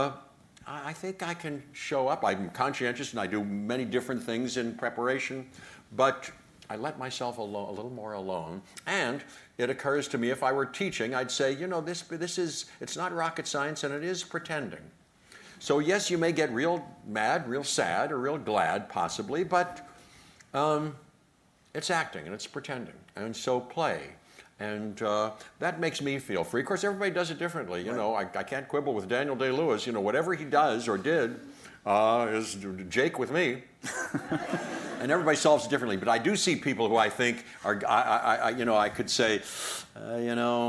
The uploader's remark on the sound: Taped in front of a LIVE NYC audience.